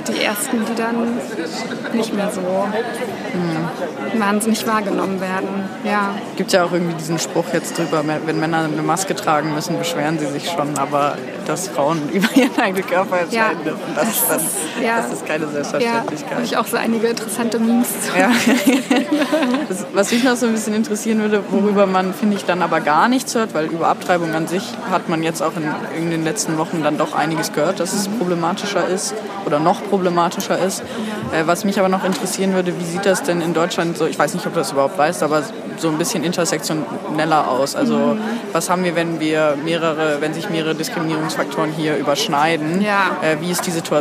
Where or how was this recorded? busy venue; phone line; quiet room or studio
busy venue